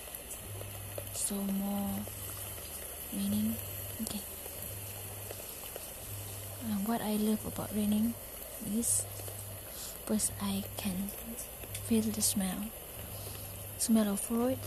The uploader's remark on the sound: Walking outside - raining day